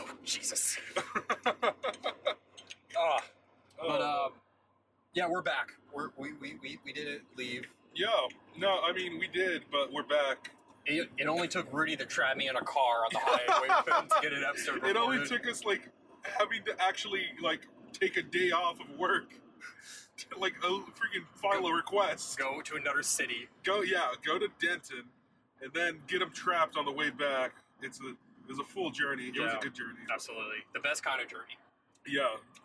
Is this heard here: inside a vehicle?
yes